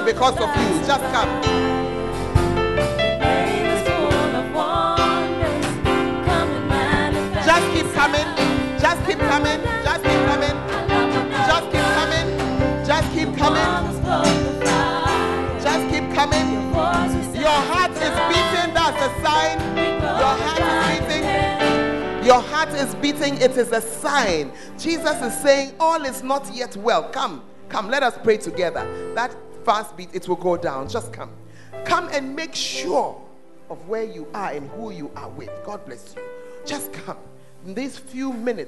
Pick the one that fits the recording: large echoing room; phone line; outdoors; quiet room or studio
large echoing room